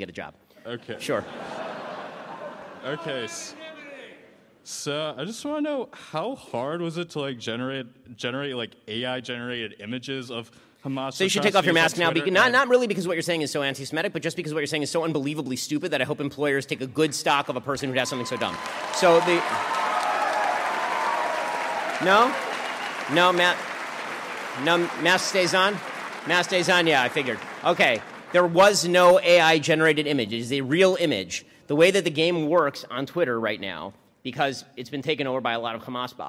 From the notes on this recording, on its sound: LIVE at UW-Madison. Streamed live.